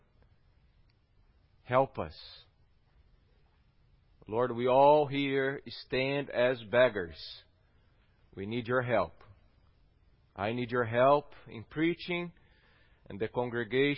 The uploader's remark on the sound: at Gracious Cross Reformed Church Salem on Sunday, January 24th, 2021.